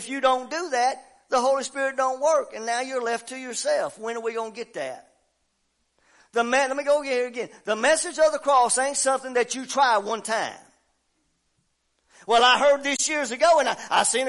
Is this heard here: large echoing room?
yes